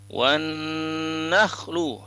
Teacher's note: wannya itu dengung dan itu juga lama penahanan di kalimat kata wan itu sama dengan fakihatu, biar seimbang gunanya ya, gunah yang seimbang itu perlu.